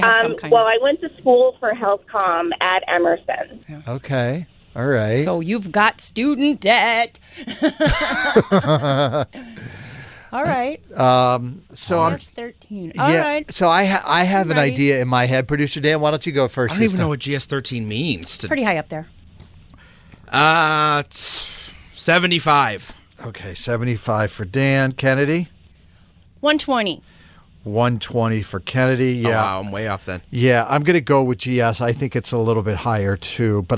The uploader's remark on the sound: People called in anonymously and told us what they do for a living.